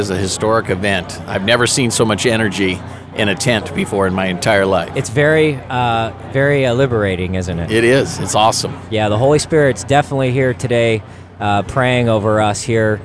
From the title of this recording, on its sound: LIVE AT THE REAWAKEN TOUR APRIL 2 2022